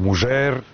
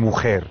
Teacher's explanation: zadržava neke morfološke osobine predklasičnog španskog tipa dž, ž, š, što su sve foneme koje su u savremenom španskom reducirane na h. Znači, na Ladinu se kaže mužer, modernom španskom je mujer.